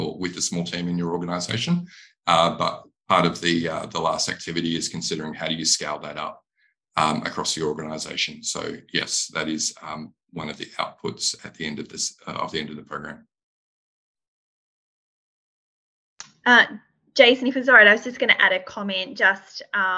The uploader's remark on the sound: a recorded webinar